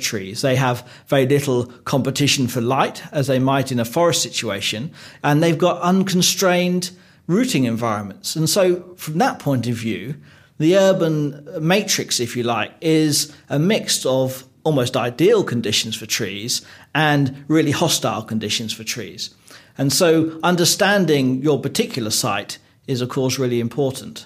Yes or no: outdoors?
no